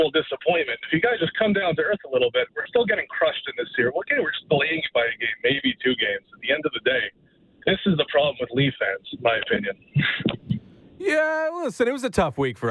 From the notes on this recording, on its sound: Later on, we open up the phonelines to gauge the pulse of Leafs Nation.